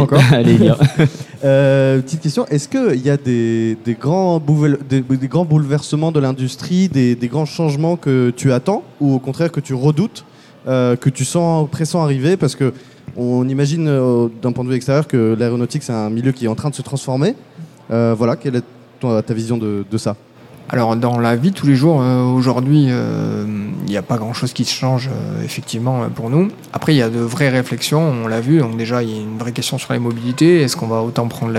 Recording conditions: live audience